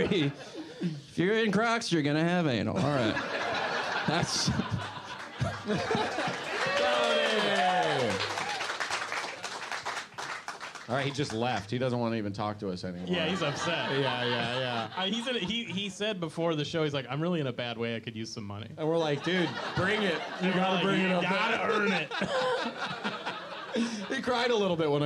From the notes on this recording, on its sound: Live podcast gameshow at The Bus Stop in San Francisco!